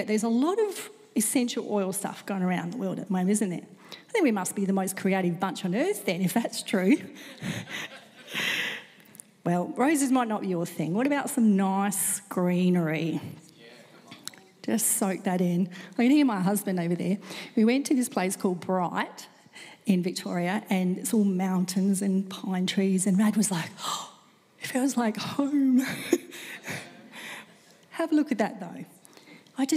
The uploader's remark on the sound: This recording is from a Live service at Hope Central Elizabeth, South Australia